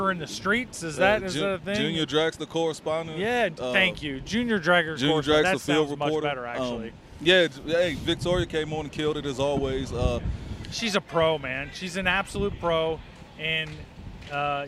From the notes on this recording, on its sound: Live at The World Series of Pro Mod, Bradenton Motorsports Park.